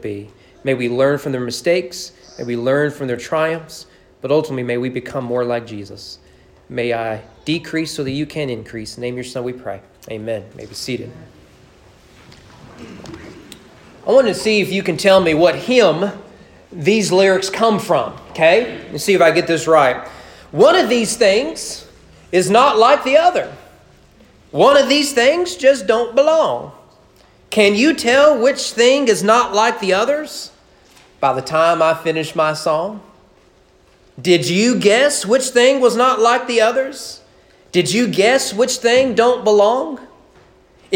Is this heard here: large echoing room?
yes